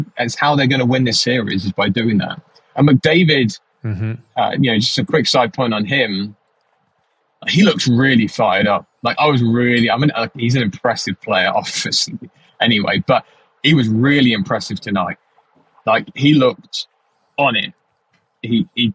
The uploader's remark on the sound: The guys do a car cast. Live from the road!